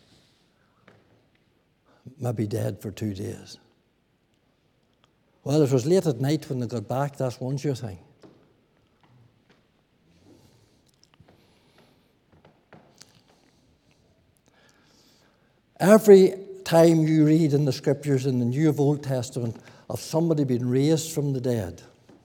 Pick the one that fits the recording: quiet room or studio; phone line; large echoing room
large echoing room